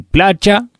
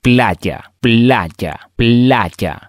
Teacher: en el español neutro la letra doble L e Y, la fonología es una mezcla de I y CH · Shown in: second take